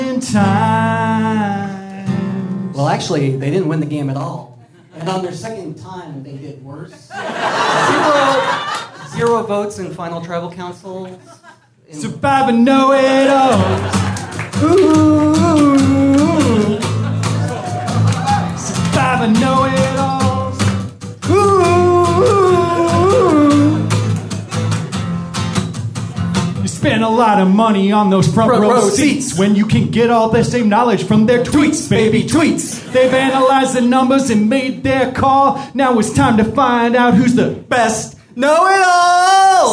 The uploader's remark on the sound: LIVE From the Hollywood Improv. Answer audience questions with special Survivor guests.